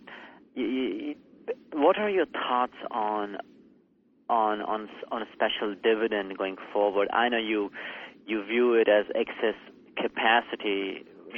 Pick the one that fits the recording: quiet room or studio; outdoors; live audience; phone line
phone line